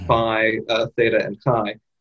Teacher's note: the letters which are now actually pronounced as fricatives, phi, theta, and chi